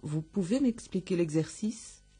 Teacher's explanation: Es el final, sobre todo, ascendente. Eso es una pregunta también. · Term: entonación ascendente